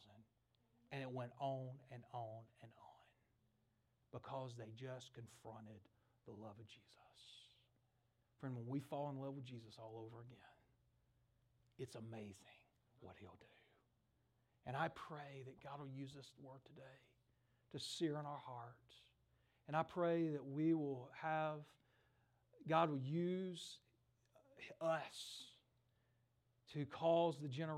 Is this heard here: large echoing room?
yes